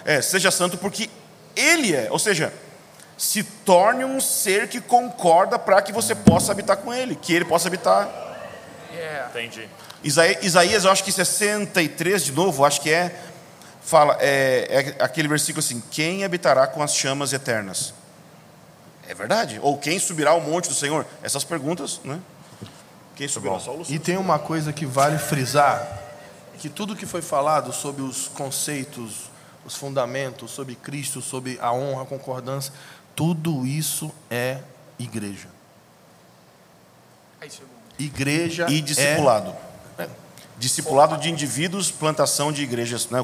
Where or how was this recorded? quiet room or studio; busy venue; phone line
busy venue